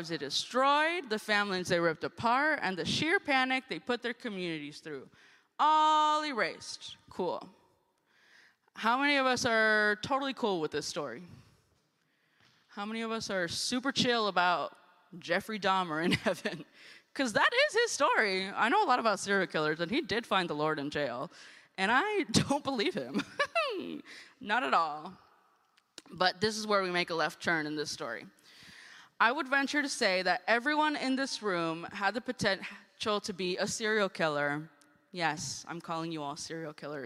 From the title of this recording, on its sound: Guest Preaching at First United Methodist Church of Costa Mesa